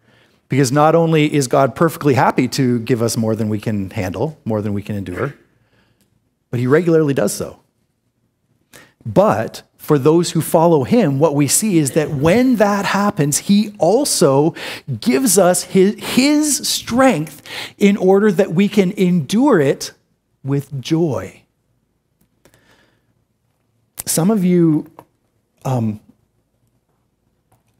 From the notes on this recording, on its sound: This is an audio recording of the second sermon in our series